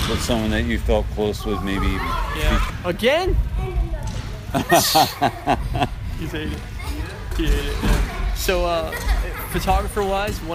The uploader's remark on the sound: Recording on location at The Incline Club in Lakewood, NJ